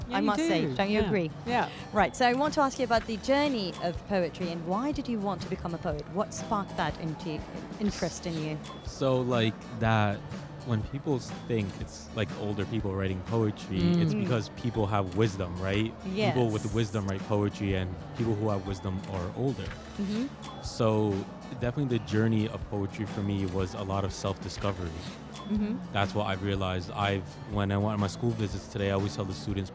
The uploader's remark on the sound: Live from SIBF 2023